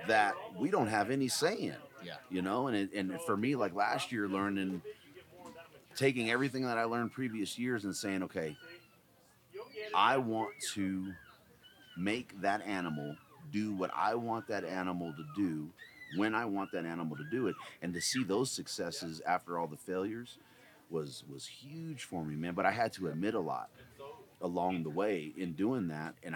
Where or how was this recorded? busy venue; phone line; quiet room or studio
busy venue